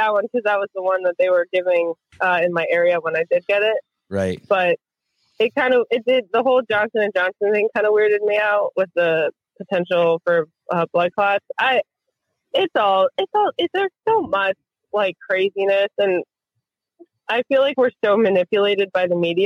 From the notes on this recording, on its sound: Live Call In Show